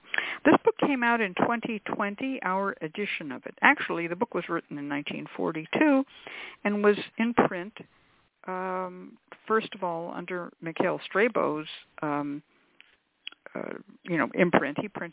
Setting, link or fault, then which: link, phone line